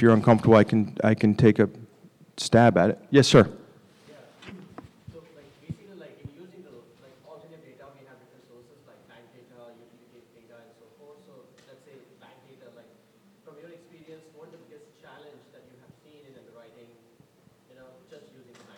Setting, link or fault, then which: setting, live audience